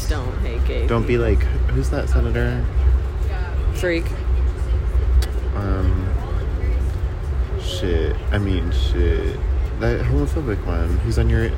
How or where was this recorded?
inside a vehicle